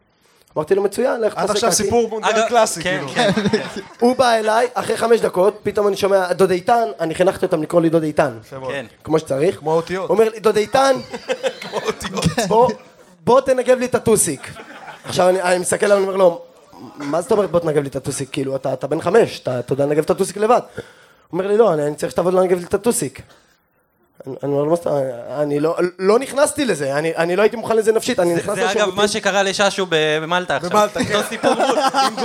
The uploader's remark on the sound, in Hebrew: הפרק שהוקלט מול קהל במהלך מסיבת המונדיאל הראשונה של ציון 3 – אנחנו שיכורים, סורי.